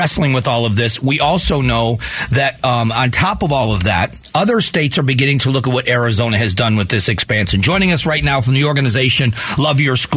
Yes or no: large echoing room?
no